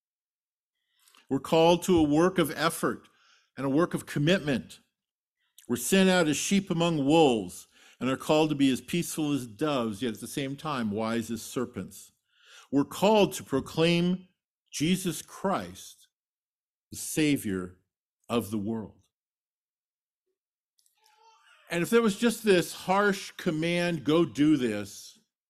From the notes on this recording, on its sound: Sermon delivered at Trinity Community Church